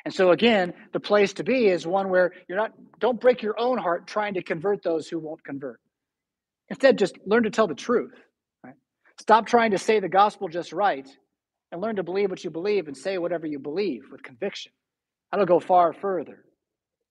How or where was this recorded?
large echoing room